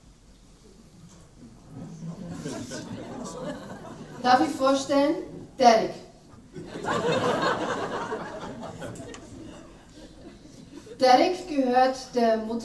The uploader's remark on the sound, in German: Ein Live-Mitschnitt der Buchpräsentation. Von einer Buch-Premiere einen Hörbeitrag.